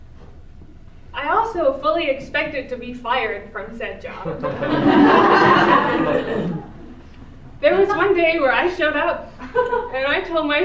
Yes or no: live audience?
yes